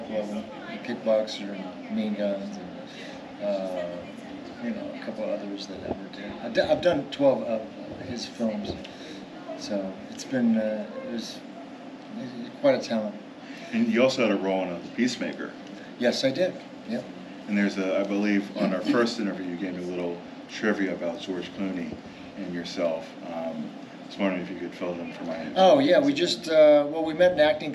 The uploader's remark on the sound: Live From Pittsburgh's Horror Realm Con 2023